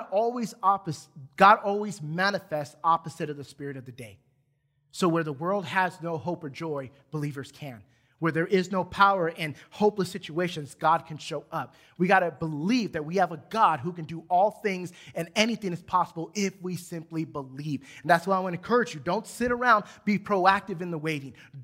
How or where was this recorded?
large echoing room